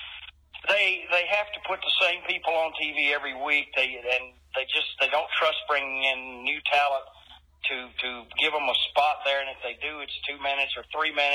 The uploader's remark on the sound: This phone interview